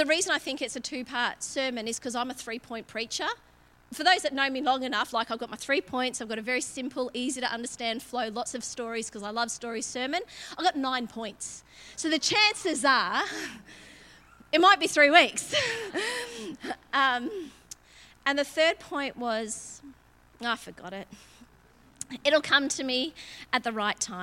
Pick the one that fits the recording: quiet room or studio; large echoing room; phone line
large echoing room